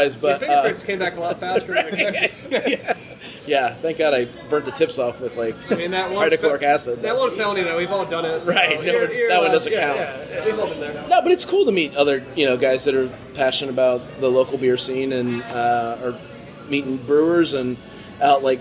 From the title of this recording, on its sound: Live from Brixx